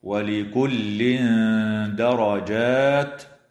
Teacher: إخفاء حقيقي للتنوين عند الدال مع الغنة مرققة